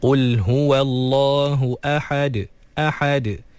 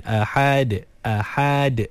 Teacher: Jadi jangan sampai huruf yang berbaris fathah sebelum huruf yang dimatikan ketika waqaf tu melahirkan huruf alif ataupun ya ataupun waw. Jadi ahad, kena pastikan lepas ha fathah terus matikan dalam huruf dal yang telah disukunkan kerana waqaf · Shown in: first take · Qul huwallahu ahad ahad.